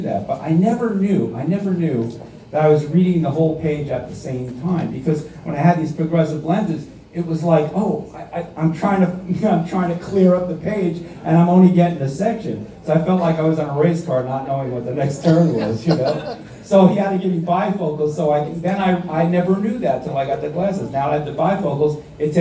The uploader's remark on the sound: between sets at his performance for REJS Entertainment at Tavern On The Lake in Hightstown NJ